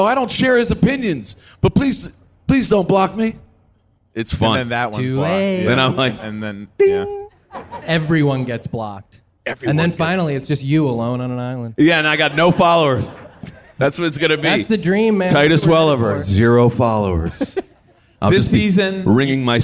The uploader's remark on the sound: Live from VultureFest LA